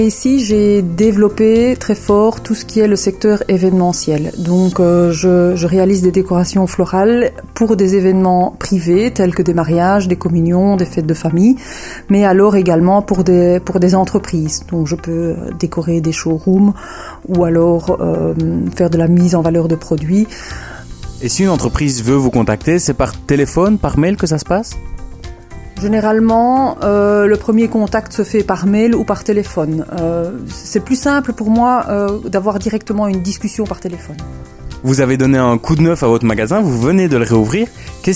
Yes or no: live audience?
no